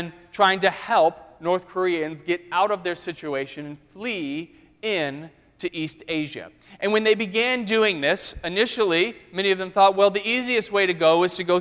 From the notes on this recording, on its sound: during the Crossroads service (9:30 am) on Sunday, February 21, 2016, at First Presbyterian Church of Arlington Heights, Illinois